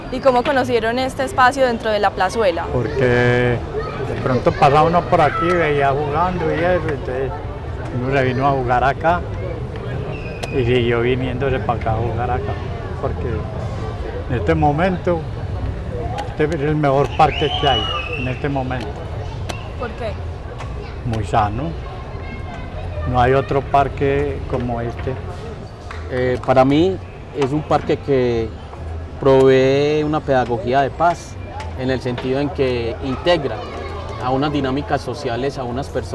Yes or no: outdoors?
yes